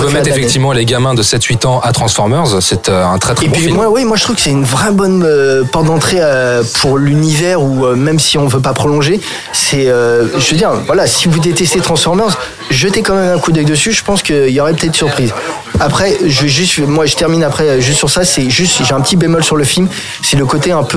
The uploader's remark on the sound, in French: Enregistré au Hurling pub (8 Rue Descartes, 75005 Paris), le samedi 15 décembre 2018.